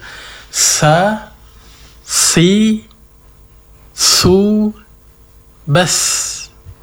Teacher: diperjelas sifat hamasnya, mengalirnya nafas ketika diucapkan